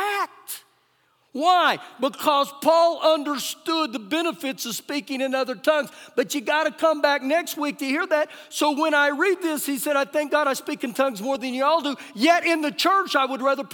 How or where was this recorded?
live audience